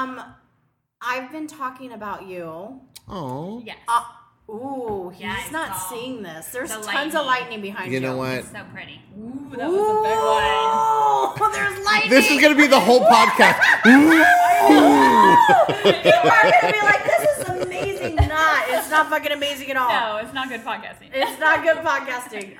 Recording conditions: background noise